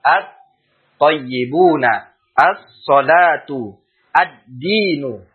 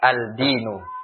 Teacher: Ketika datang setelahnya huruf-huruf ini, maka lamnya tidak kita baca jelas lagi. Ya, dia tidak terbaca lagi. Akan tetapi telah masuk ke dalam huruf yang datang setelahnya, sehingga yang dibaca adalah huruf setelahnya. · Shown in: first take · Term: idgham